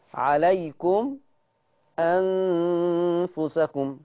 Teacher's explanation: سكت على الميم عشان وراها همزة